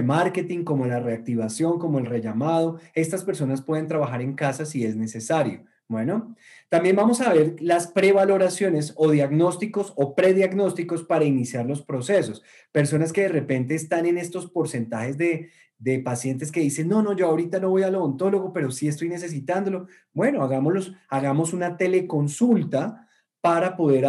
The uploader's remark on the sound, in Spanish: Una charla privada que tuvimos el día de hoy con nuestros clientes del programa de Coaching Premium. Es un audio extraído de Zoom y por eso la calidad no es la acostumbrada.